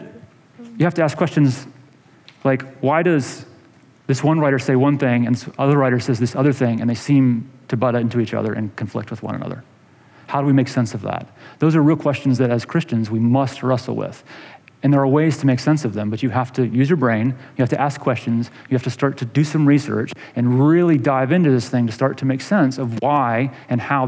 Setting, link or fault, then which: setting, large echoing room